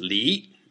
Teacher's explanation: Pears are pronounced li, which rhymes with another character, li, same second tone